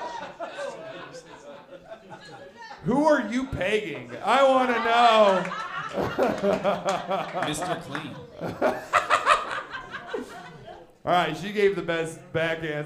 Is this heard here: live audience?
yes